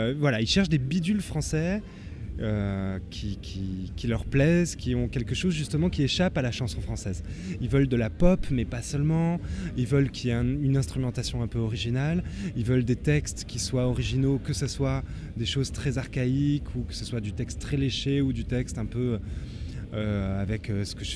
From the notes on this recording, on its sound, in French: C'était lors du 4 ème Festival des Jours de Fêtes ! C'était lors du 4 ème Festival des Jours de Fêtes !